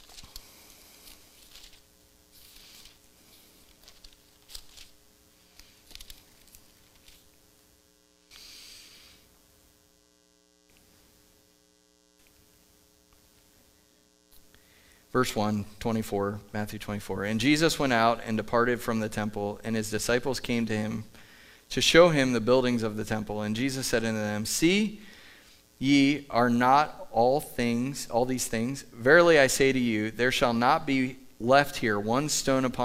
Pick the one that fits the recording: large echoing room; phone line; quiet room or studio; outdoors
large echoing room